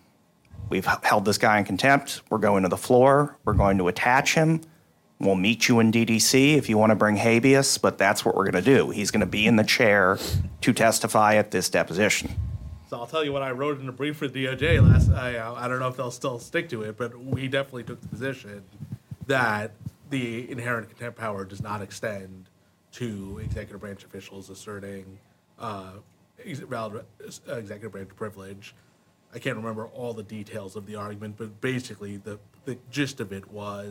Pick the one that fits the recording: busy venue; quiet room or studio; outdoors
busy venue